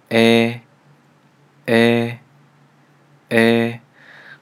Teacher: 这个音呢，我们口型是保持固定不变的，也就是单元音的特点，所以不要由大到小这种变化